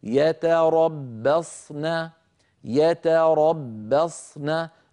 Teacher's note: مفخمة يترى بعد الراء المفخمة مباشرة نعود إلى باء مرققة يتربصن وبعد الباء المرققة نأتي بصاد مفخمة ثم نون مرققة · Term: تناوب بين المفخم والمرقق